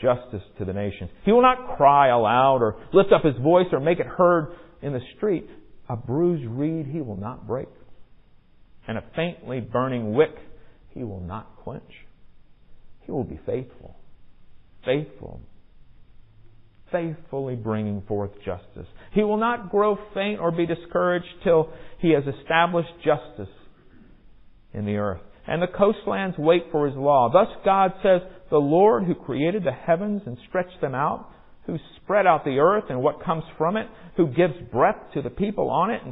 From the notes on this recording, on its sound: Recorded at MPPC on Sunday, January 8, 2023, during the 10 am worship service.